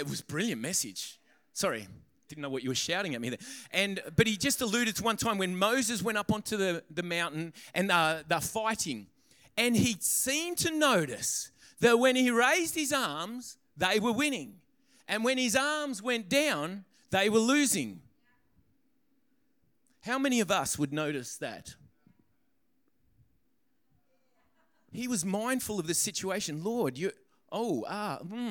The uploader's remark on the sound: During the 10am service.